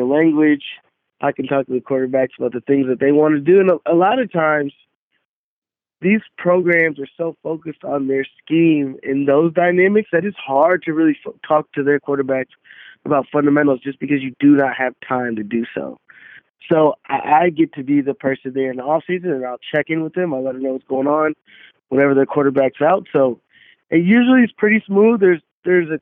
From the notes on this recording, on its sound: got on the phone